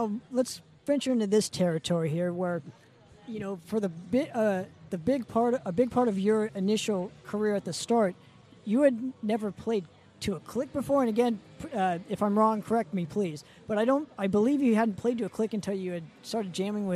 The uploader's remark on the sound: Live at SD Metal Swap Meet